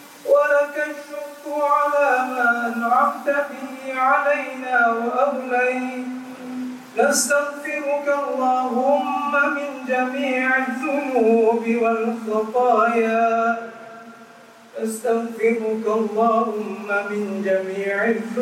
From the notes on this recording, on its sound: Recorded with the courtesy of Masjid Pusara Aman, Singapore.